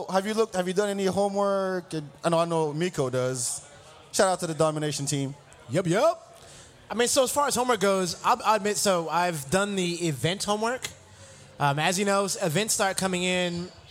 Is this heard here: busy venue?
yes